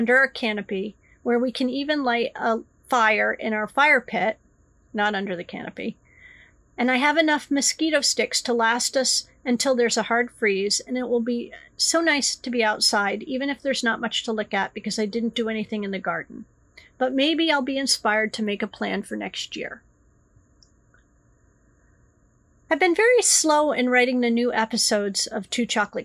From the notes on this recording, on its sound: You can absolutely tell that I am tired today so sorry for all the little mistakes and noises that I didn't have to energy to edit out!